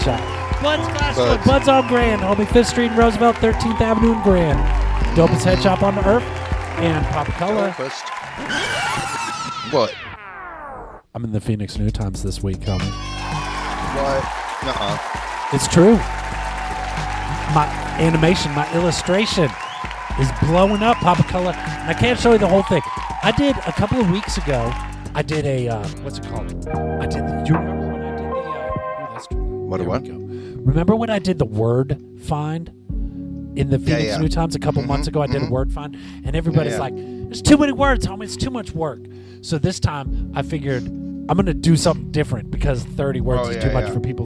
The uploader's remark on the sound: Filmed in front of our live Studio Audience.